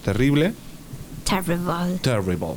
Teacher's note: un sonido entre una A y una E